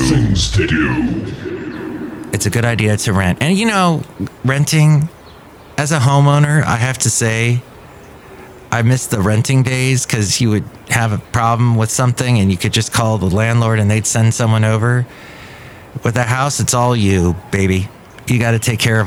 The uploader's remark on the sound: podcasts live from Café Anyway